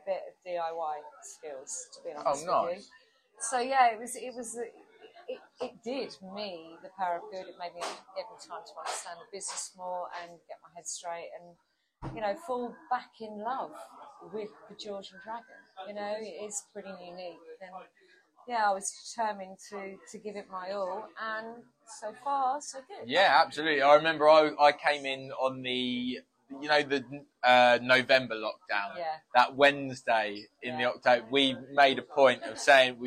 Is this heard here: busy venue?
yes